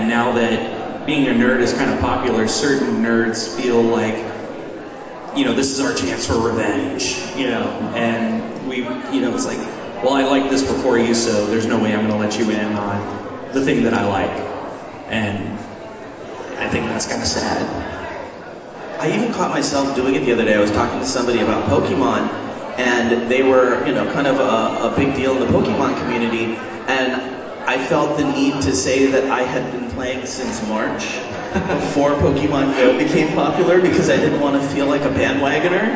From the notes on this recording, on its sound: NerdCon Geek Positivity Panel. It is a convention, so there’s a lot of background noise because the room we were in was surrounded by vendors and by the time the second panel was on, there were a lot more people in the room, but if you can get past the din of the crowd.